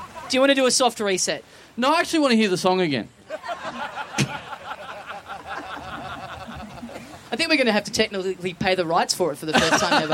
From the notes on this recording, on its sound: Enjoy the soothing sounds of waves in the background as you hear us battle our way through more incompetent tech work at the start of the show. SYDNEY! Big live podcast and stand-up show.